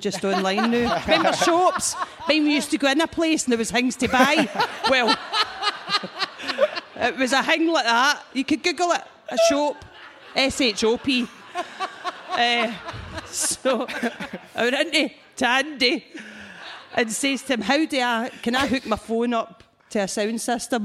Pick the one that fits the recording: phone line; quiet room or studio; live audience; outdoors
live audience